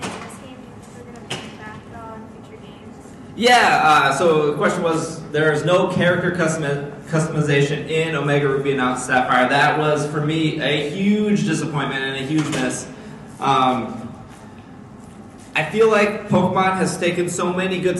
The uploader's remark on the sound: Live at C2E2 [2015]. In this live show.